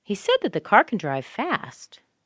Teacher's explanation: Car is still what's stressed. But that and the are structure words. So we've got to speed them up really fast and focus on the word car. So we make that into that, the into the, and we get the.